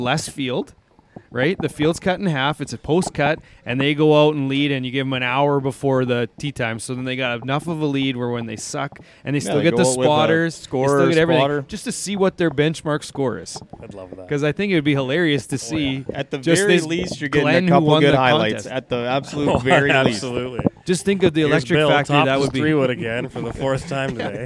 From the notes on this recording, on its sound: we are live from the First Tee Indoor Golf Centre in Regina